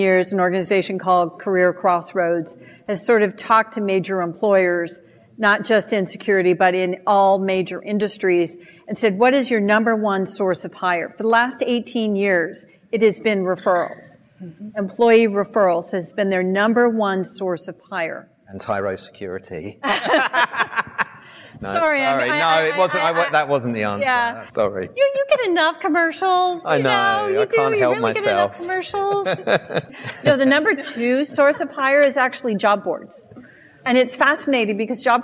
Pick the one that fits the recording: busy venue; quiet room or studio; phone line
busy venue